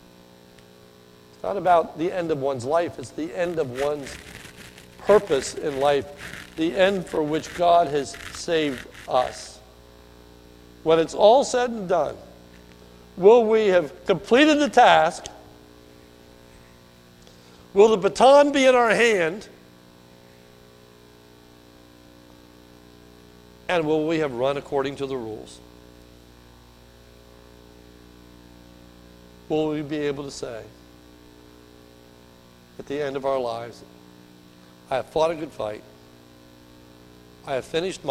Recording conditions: large echoing room